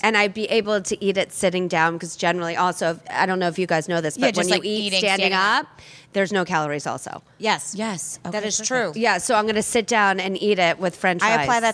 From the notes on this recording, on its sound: podcast live from The CoCo in Summit, NJ.